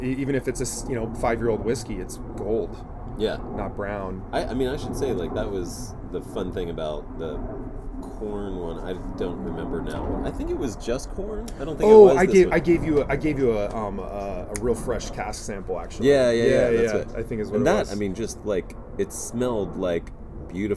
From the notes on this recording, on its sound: This episode is an outdoor spirits tasting. In the backyard at Crenshaw Cru… so you will hear some authentic LA audio texture in the back ground.